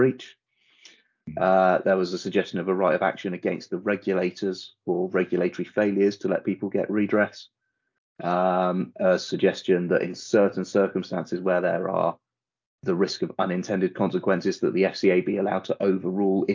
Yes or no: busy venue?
no